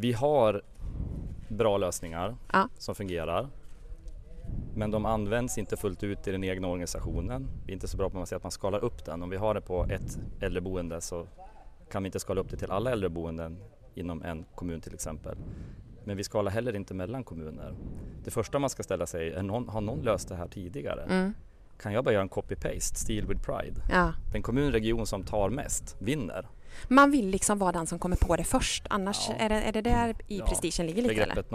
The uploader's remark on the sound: Avsnitt 91.9 från Almedalen. Under Almedalsveckan kommer Omsorgspodden släppa en serie kortare avsnitt som spelas in live i Visby.